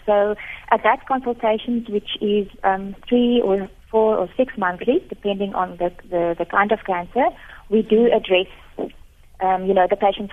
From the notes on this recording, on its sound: GUEST (phone)